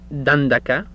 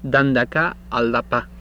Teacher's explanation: Okay, D, which is dental.